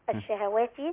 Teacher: ما تطوليش فتحة الهاء